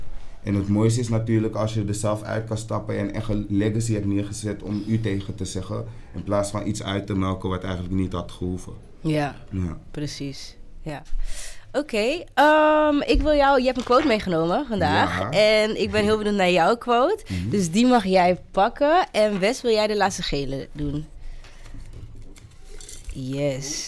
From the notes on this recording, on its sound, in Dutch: een live podcast gehost op het netwerkevent Mixing Visions